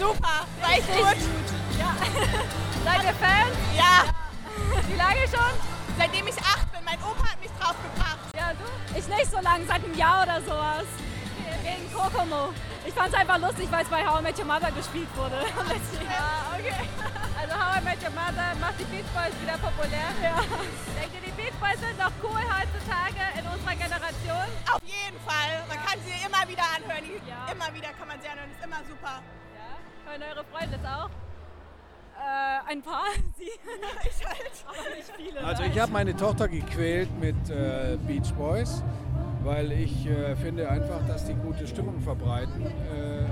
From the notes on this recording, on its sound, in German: Festivalatmosphäre garantiert